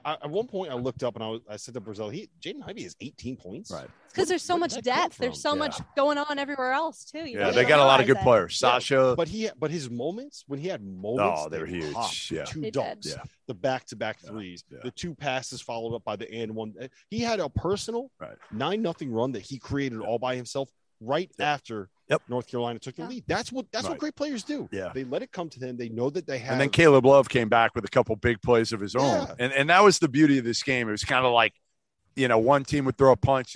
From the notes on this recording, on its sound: LIVE from the floor of the Mohegan Sun Arena